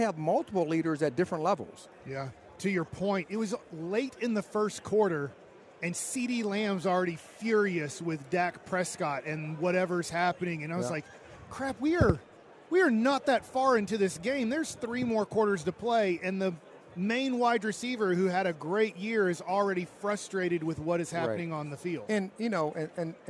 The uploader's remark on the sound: LIVE from Radio Row in Las Vegas!